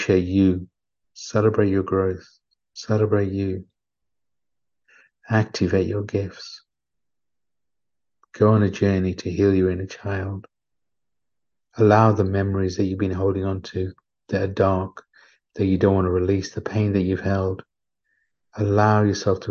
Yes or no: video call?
yes